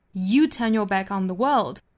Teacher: 这个最后的 world 也重读